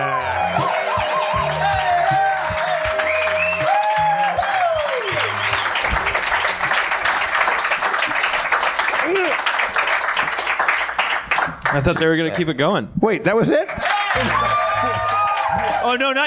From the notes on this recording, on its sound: Note: the audience was not mic'd this episode.